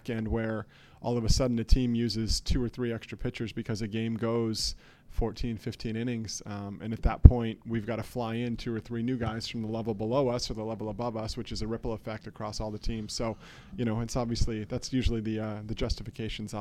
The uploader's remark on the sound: LIVE FROM ODERN WOODMAN PARK. It's a 35 degree with a light dusting of snow Thursday in the Quad Cities. We are live in a suite at Minot League Baseball's Best Ballpark, Modern Woodman Park.